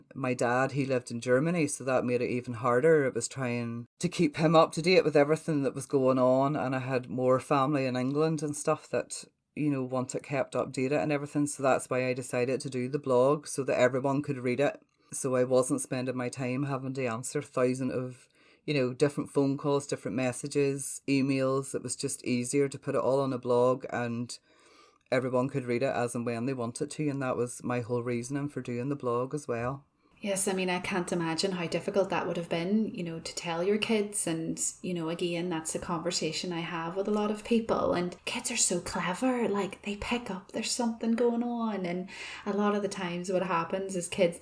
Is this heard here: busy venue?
no